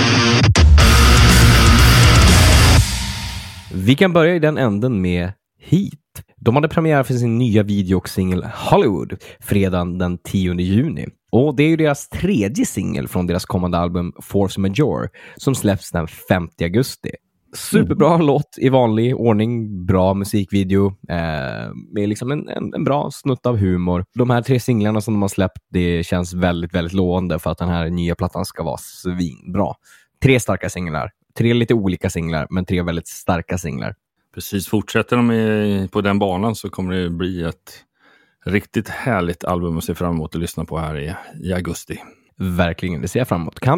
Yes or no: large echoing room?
no